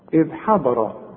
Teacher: والضاد هي المفخمة مع الراء المفخمة